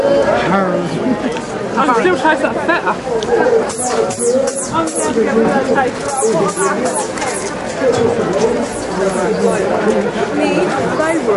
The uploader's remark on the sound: Extracts from The Letchworth Garden City, Food & Garden Festival. I also play in a little snippet from the annual Jackmans Fun Day.